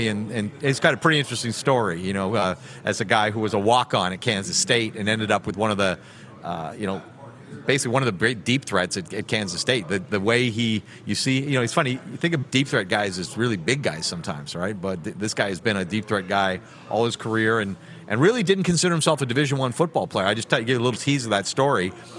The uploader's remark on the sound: We are BACK for another JAM PACKED Grey Cup Week show LIVE at Baller's Rec Room in Regina, Sask!